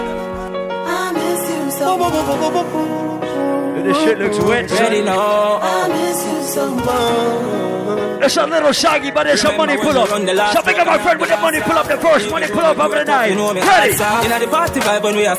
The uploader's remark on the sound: LIVE AT ISLAND SATURDAYS ON MARCH 17. LIVE AUDIO!